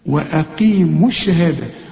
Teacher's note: القاف في اخر درجه من درجات التفخيم